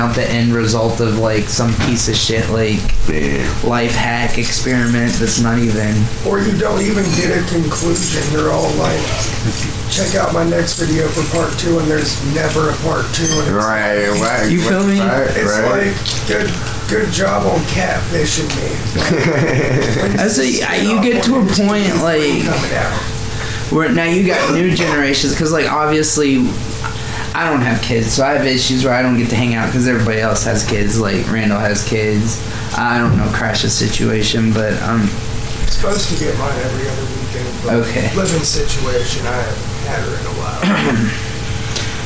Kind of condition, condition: fault, poor sound quality